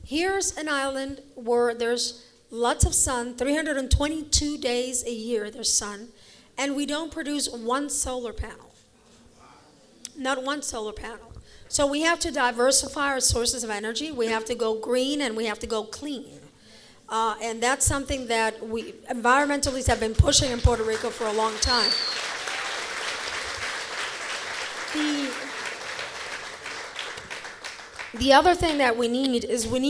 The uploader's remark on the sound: Visited Holyoke during the celebration of Holyoke Innovation Week, and offered a public session of questions and answers with the community at Gateway City Arts. This is the recording of the event.